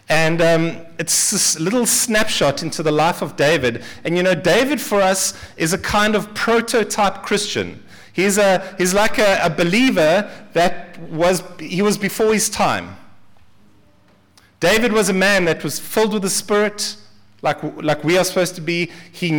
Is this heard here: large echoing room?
yes